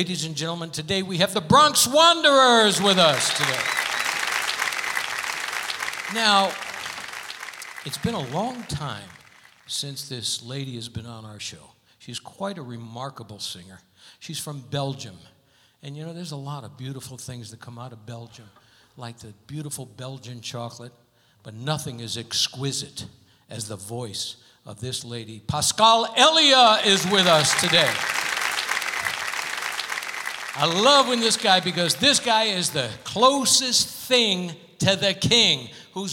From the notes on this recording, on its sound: Live at the South Point Casino